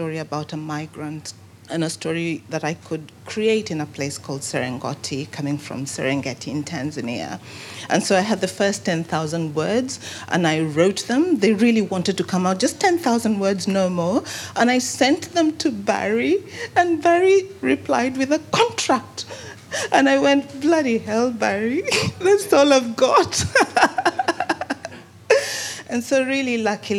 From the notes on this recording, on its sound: a recording taken from the launch